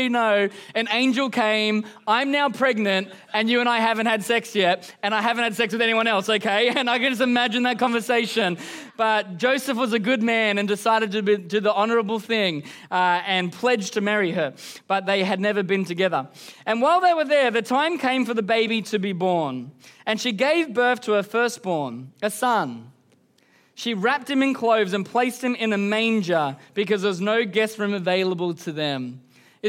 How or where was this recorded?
live audience